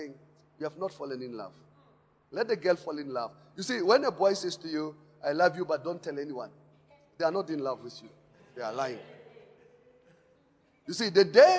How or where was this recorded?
large echoing room